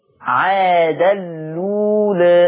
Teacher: اضغام التنوين في اللام مع قصر البدل وتقليل ذات الياء